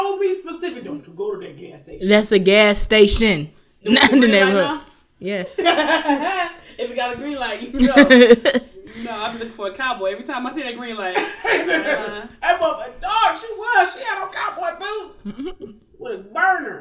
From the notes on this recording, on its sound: Due to a technical difficulty or two, the audio was compromised and has impacted our quality.